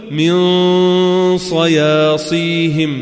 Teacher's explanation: تجهز للحرف الذي بعد النون، فالصاد حرف تفخيم واستعلاء · Term: الاخفاء